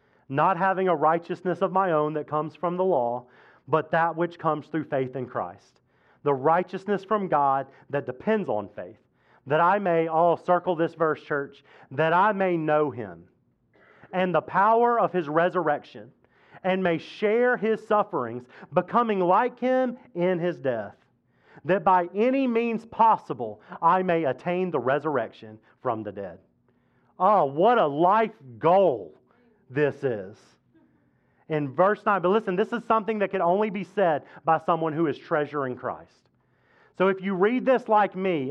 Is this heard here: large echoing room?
yes